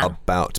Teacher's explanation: About, because the stressed part of about is the second syllable